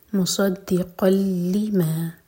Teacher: مصدقا لما، میم کے بعد الصاد ہیوی لیٹر ہے، مبھر کر پڑھیں گے. مصدقا لما، قاف کی تنوین کے بعد لام، تو ادغام بغیر غنہ کے، تو نون کی آواز بالکل نہیں آئے گی. مصدقا لما.